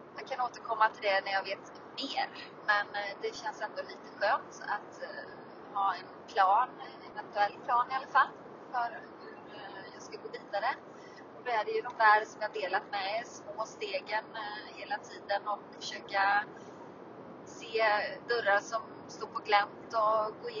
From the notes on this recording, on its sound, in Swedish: Ursäkta om ljudet är dåligt.